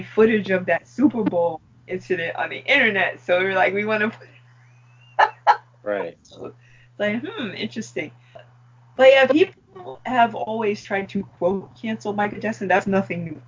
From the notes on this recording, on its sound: With another setback- A RUSTY MICROPHONE SOUND. I guess the mic missed us as well, and was just paying us back for all the months of non-use. We apologize in advance for any bad sound.